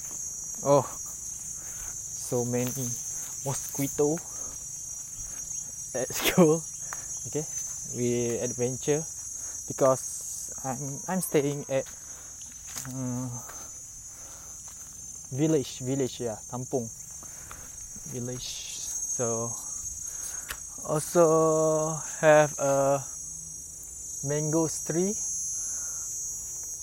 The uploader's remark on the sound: Take a walk outside my house!